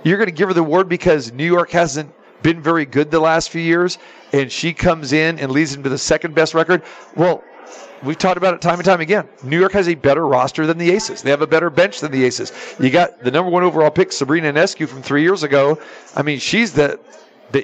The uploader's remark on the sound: Live from the Super Book at the Westgate Las Vegas